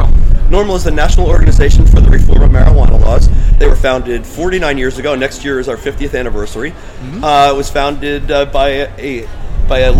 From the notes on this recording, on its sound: From Pa Cannabis Fest. Welcome to the fifth annual Cannabis Festival in Kutztown Pennsylvania, and meet some of the scores of vendors and thousands of attendees.